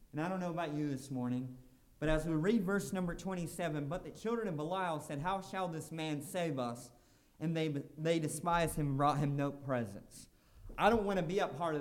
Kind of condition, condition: setting, large echoing room